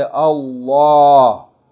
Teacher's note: There are two ways that the lam can be pronounced. It can be pronounced with tafkheem, which means heavy, full mouth. You say Allah.